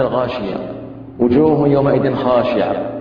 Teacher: أسقطوا الهاء تماما، لم يأتوا بها لا مخرجا ولا صفة. الأصل أن نقرأ هذا الحرف سواء كانت مربوطة وقف عليها هاء أو إهلنا، فنقول هل أتاك حديث الغاشية مخرجا نقص الحرف بعد الهمزة، ثم نضيف إلى يعني إلى المخرج الصفة الأربعة، هل أتاك حديث الغاشية وجوه يومئذ خاشعة عاملة ناصبة.